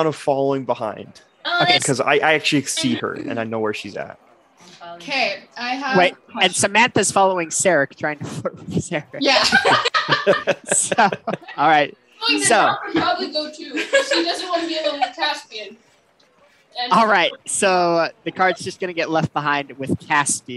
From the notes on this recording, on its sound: The audio on this episode is a bit rough, should be fixed by next time.